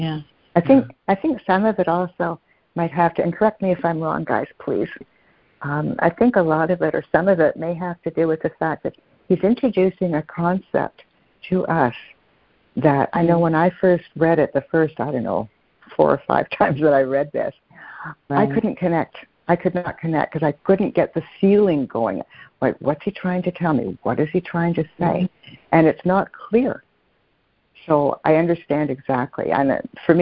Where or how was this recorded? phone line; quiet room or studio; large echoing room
phone line